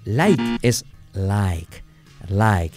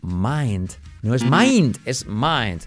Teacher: Incluso cuando tienes diptongos, muchas veces esa I se convierte en E, la segunda parte del diptongo. · Term: I como E